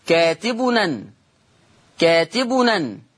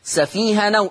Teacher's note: تحريك التنوين بحركة الهمزة، هذا هو النقل